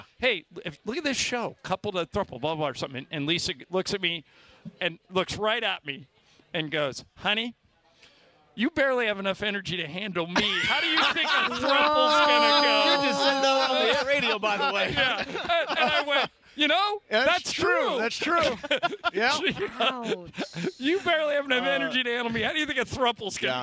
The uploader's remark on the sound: live from the Nixo Lounge at the E-Central Hotel!